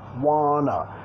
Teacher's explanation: la contracción informal, acentuación en la primera sílaba